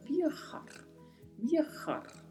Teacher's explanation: o V tem leve som de B. E a letra J tem esse som que vem da garganta. E ainda temos um R ao final com um vibrato.